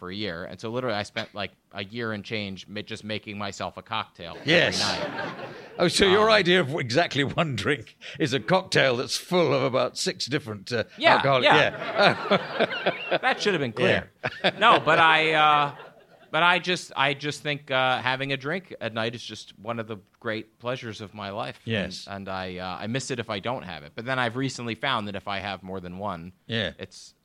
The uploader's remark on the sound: First ever on-stage show in the UK. This episode was recorded live at the Edinburgh Fringe.